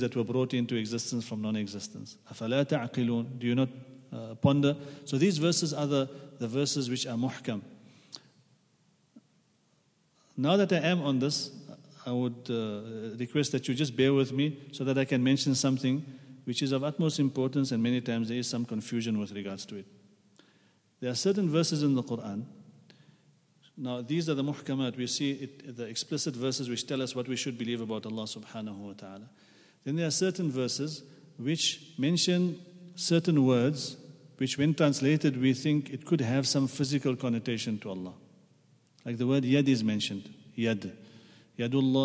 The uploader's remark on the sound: at the Houghton Masjid (West Street)